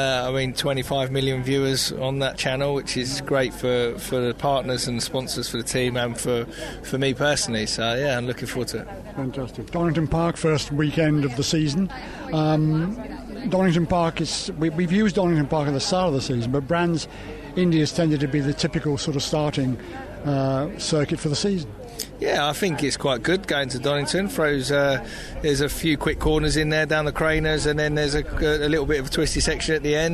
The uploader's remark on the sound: at Thruxton Media Day